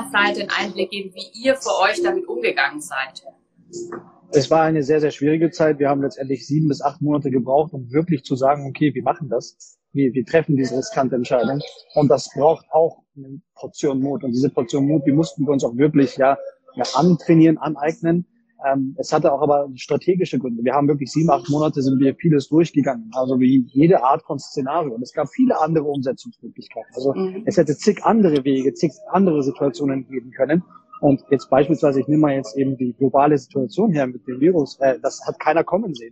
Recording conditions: background noise